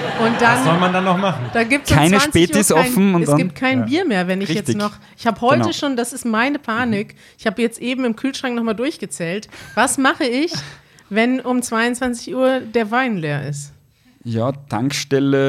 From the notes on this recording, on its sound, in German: Wir sind in Wien und podcasten live vor Publikum.